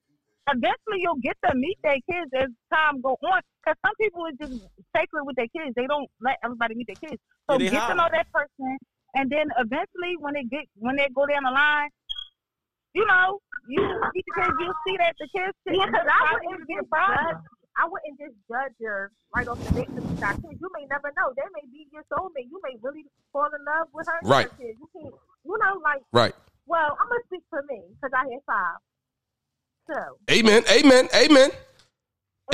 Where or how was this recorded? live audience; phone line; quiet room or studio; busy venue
phone line